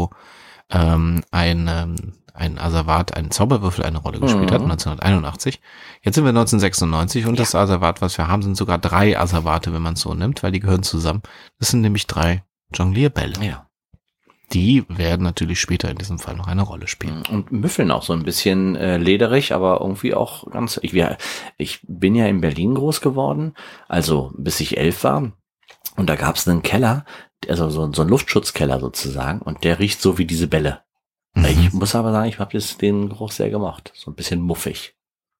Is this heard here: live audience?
no